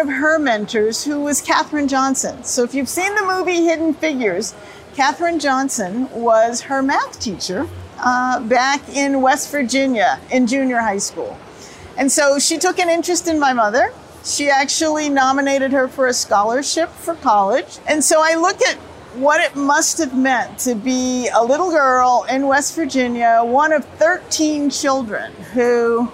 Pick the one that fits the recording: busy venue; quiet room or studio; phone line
busy venue